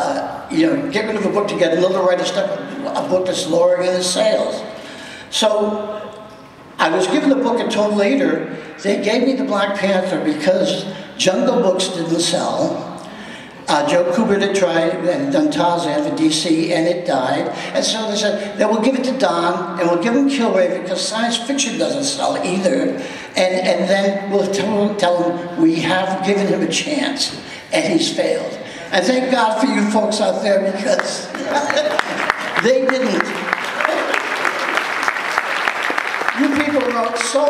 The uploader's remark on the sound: Black Panther NYCC 2016 Panel_1.mp3.